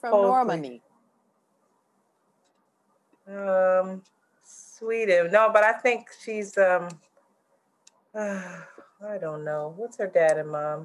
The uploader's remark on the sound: We experienced technical difficulties and had to use zoom audio